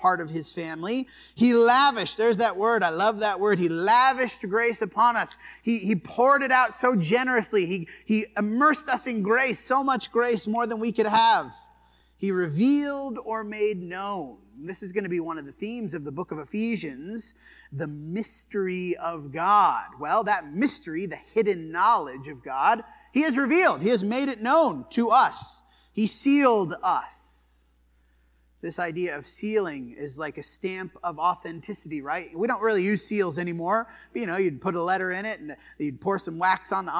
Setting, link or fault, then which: setting, large echoing room